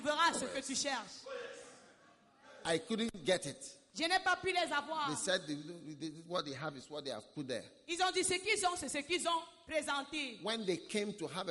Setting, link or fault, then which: setting, live audience